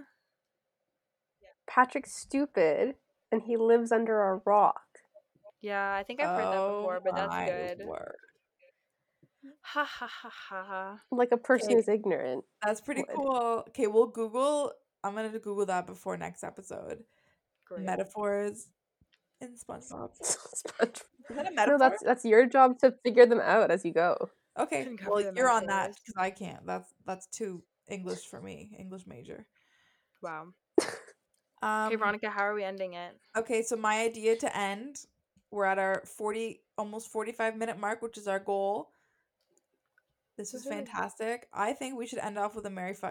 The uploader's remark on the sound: we promise the audio gets better!!